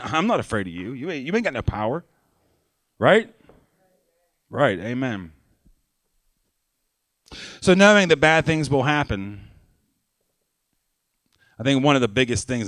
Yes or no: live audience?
yes